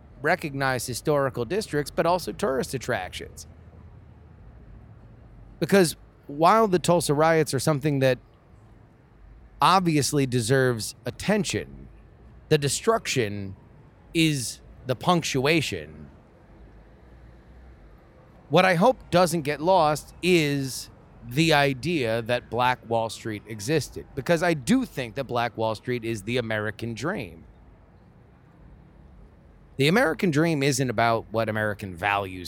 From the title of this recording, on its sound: LIVE from the Tulsa … Rally!